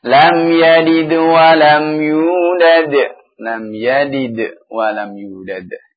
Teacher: Lam yadid wa lam yulad. Dal yang pertama adalah ringan, ya, mukhaffafah, qalqalah, sughra